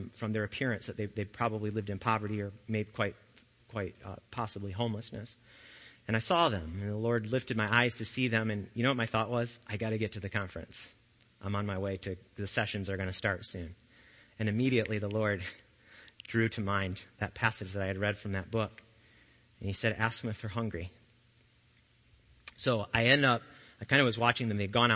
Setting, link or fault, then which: setting, large echoing room